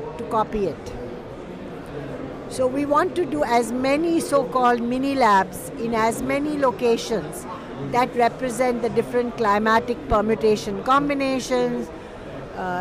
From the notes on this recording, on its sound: Live from COP 27. We hear from a range of experts that we caught up with at the COP floor.